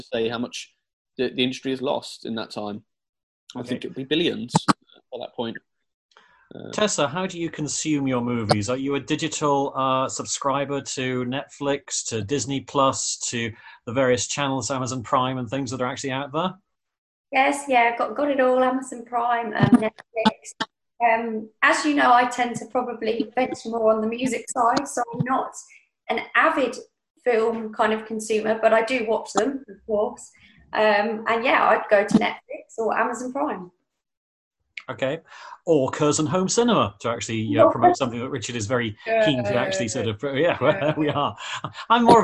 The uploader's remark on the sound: In zoom conversation.